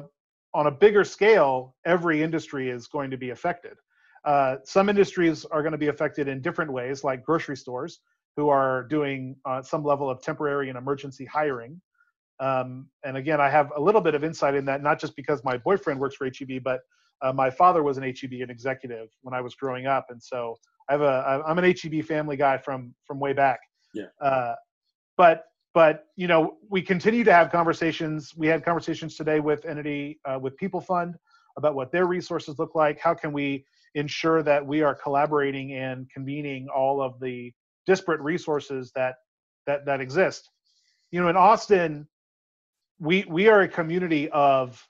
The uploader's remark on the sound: This episode was recorded remotely